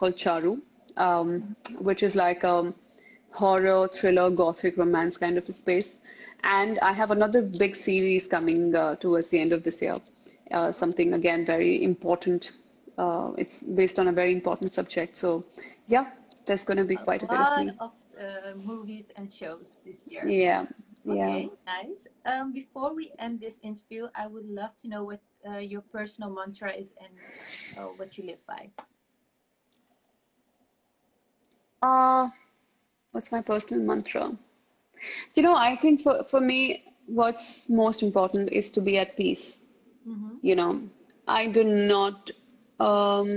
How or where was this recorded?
video call